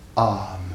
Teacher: si c'est un A postérieur, il est long. Lorsqu'il est suivi d'une consonne quelconque.